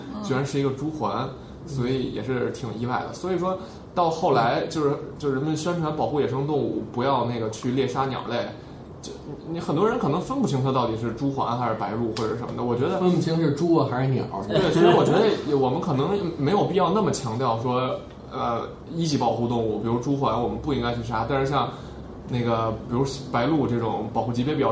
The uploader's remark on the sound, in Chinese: 本期节目为在张大妈办公区用录音笔录制，可能有街道上的杂音，请见谅。